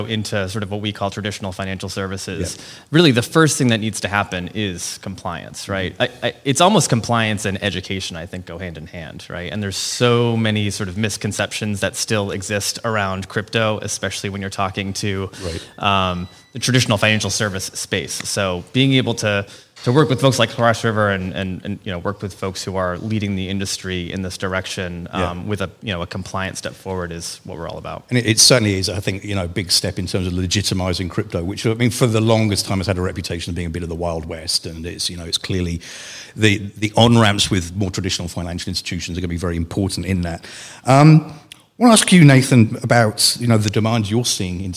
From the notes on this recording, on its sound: Chainalysis and Cross River invited us to host a LIVE podcast conversation at the launch party for their new partnership.